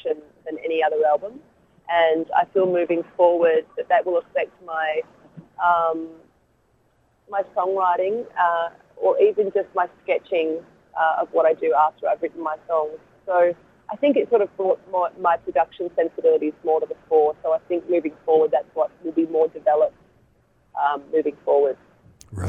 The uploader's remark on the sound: by phone